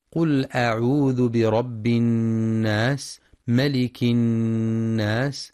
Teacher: ينتبه القارئ للغنة في النون المشددة من كلمة الناس، فهي أكمل ما تكون مع بيان صفة الهمس والصفير في السين.